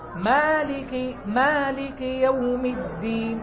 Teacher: الغنة موجودة في جسم الميم والنون وهو أضعف المراتب